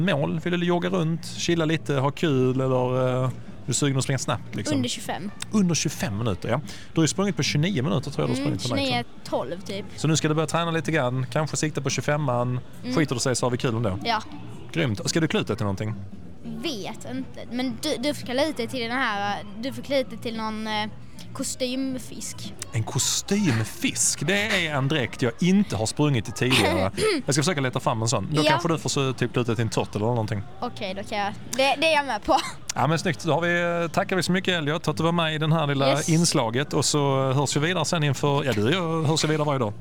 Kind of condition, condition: setting, busy venue